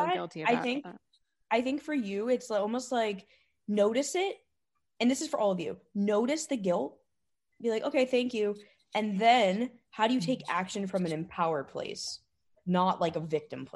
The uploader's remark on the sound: a recording of a recent group coaching call